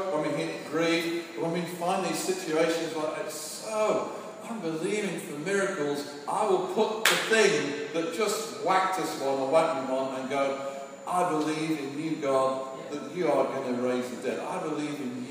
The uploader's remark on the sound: Sorry for the poor recording quality.